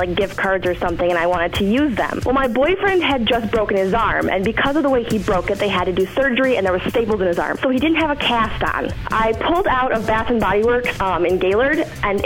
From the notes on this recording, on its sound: I opened up the phone lines to have people call